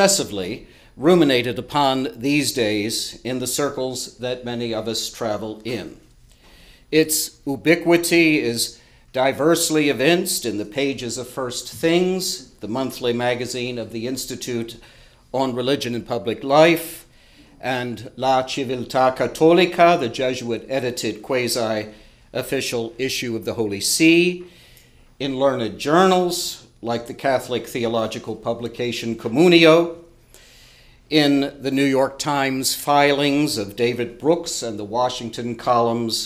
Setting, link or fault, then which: setting, large echoing room